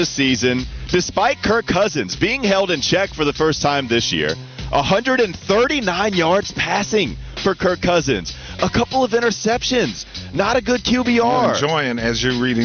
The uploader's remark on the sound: Live From Hornets Media Day